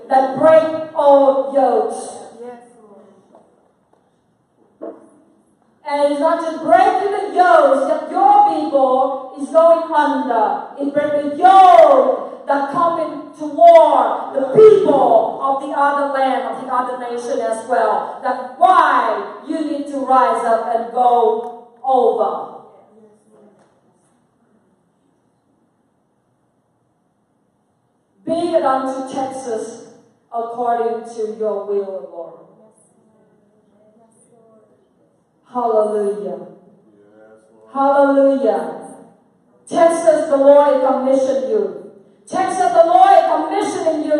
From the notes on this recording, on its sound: Featuring highlights from a regional revival service where God was glorified - in prayer and worship, healing testimonies and words of life.